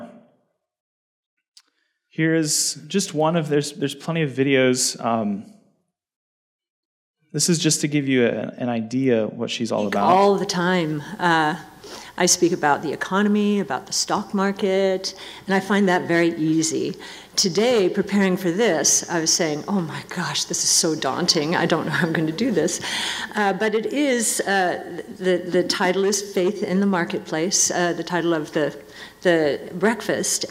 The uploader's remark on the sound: given at the Sovereign Nations, Mere Simulacrity Conference held in Phoenix in December 2022